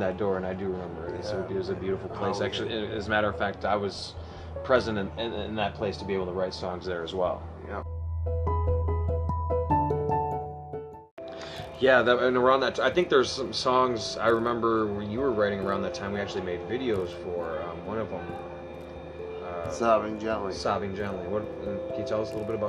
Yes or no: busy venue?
yes